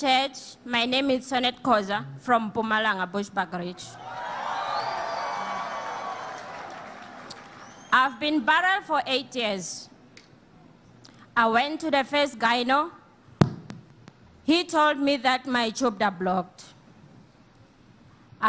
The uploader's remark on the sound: Sunday Live Service 21/05/17